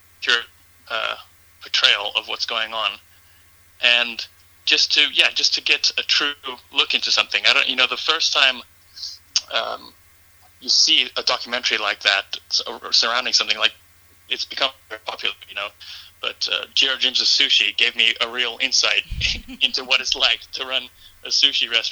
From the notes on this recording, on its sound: called in and chatted with me for a bit